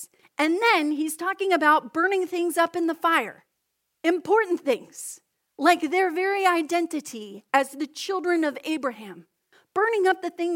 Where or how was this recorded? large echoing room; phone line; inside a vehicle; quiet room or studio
large echoing room